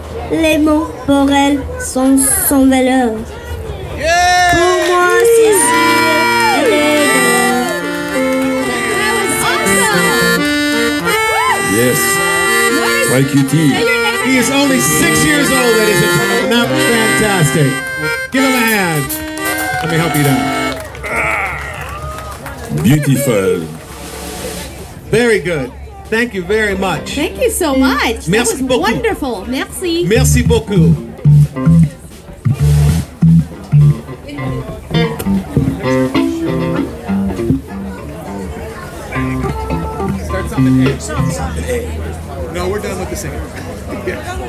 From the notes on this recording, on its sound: LIVE from the Randolph Street Market in Chicago, one of the TOP TEN antique market festivals in the US according to USA TODAY